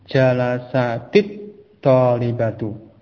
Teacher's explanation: Adapun ketika lam bersambung dengan huruf-huruf syamsiyah seperti ta misalnya dalam contoh ini, maka lamnya masuk ke ta sehingga hurufnya langsung masuk ke ta, lamnya tidak terucap karena diidghamkan, dimasukkan pada huruf ta tersebut. Ini sehingga dari jalasat at-thalibatu alifnya tidak diucapkan, kemudian lamnya masuk ke ta, maka menjadi jalasatit thalibatu.